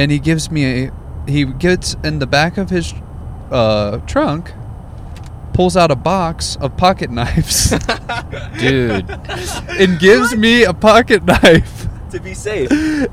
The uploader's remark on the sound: We were risking our lives to record this while driving 123 miles per hour.